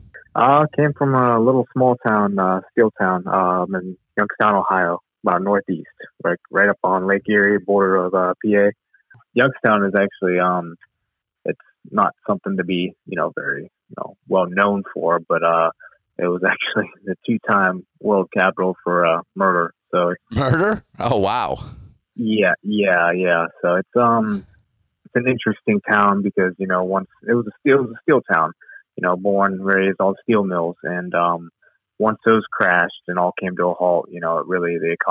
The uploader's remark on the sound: Location: Phone Interview